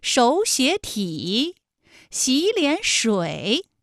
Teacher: 应该是第一个音节、第二个音节都变成三五，就是二声